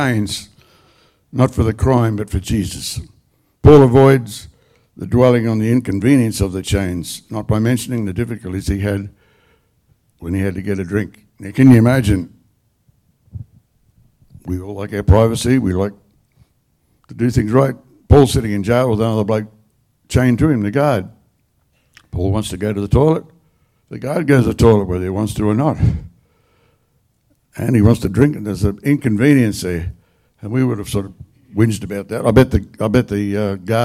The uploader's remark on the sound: The live stream of Destiny Church Atherton.